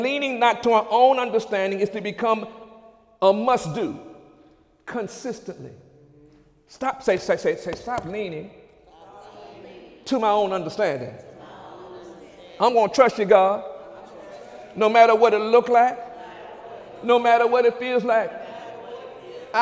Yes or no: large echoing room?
yes